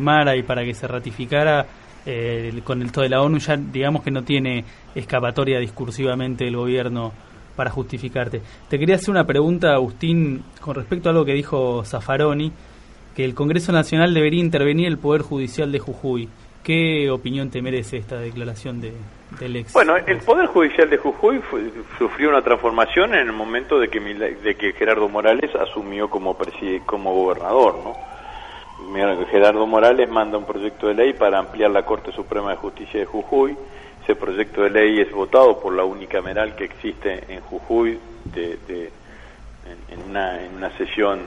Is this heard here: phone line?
yes